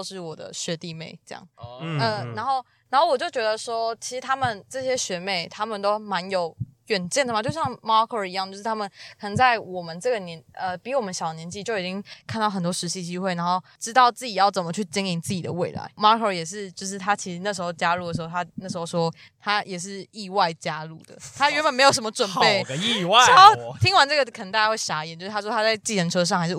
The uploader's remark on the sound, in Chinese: 本集在車上錄音，收音極差，請見諒Ｑ